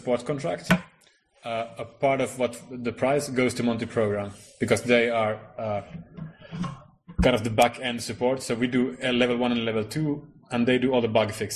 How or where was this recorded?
busy venue